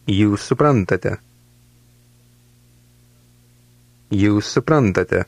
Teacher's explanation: Did you notice how the two words seem to run together?